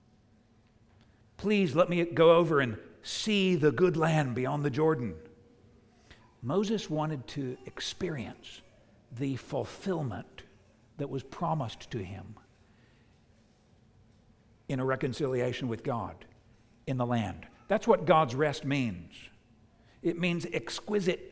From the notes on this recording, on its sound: preached at the United Christian Church of Dubai